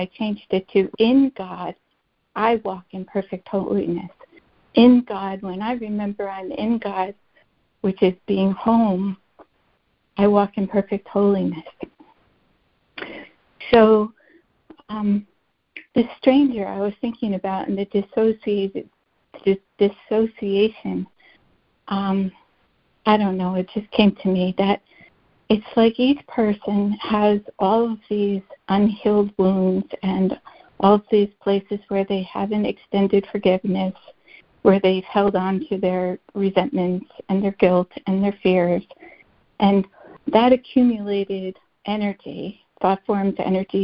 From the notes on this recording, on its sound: ACIM Daily Conference Call